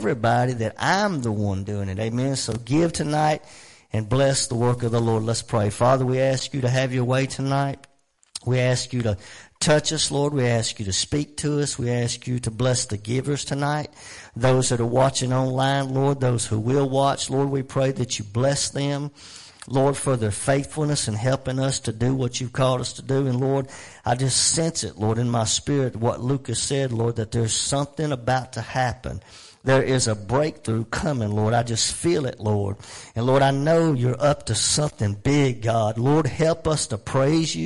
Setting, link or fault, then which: setting, large echoing room